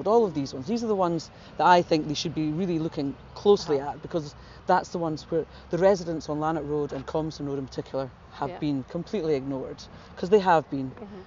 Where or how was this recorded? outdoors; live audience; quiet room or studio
outdoors